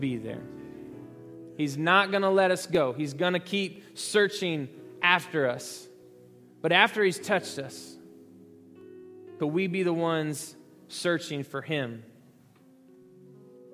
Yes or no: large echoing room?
yes